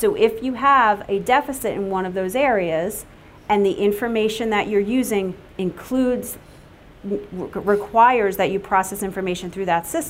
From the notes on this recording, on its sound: Welcome to the 2019 Brain Injury Conference. At the Kessler Institute for Rehabilitation, Chester Campus, Chester, New Jersey.